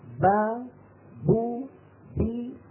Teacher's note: كل باء من هذه الباءات الثلاث خرجت بالتباعد بين طرفي الشفتين